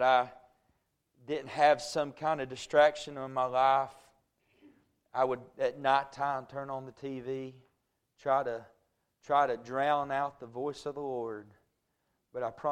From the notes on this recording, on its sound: A message preached at Crossroads Baptist Church